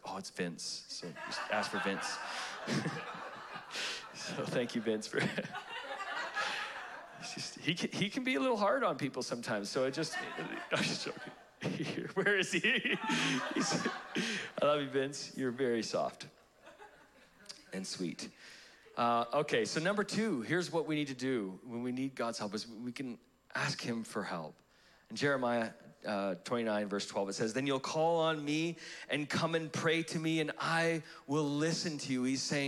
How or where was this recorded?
live audience